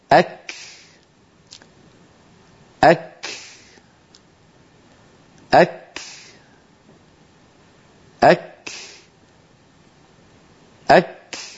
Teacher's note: إذن الكاف فيها أمران عندما تكون ساكنة، اصطدام يعطي صوت الكاف ويعطي صفة الشدة فيها، ولما يبتعد اللسان عن مخرج الكاف ينطلق النفس الذي كان محبوسا خلف اللسان · فإذا تجافى اللسان عن مخرج الكاف انطلق هواء النفس الذي عبرنا عنه بهذا الدخان الأبيض الذي ترونه، لنبين أنه لا صوت هناك. · Term: الهمس في الكاف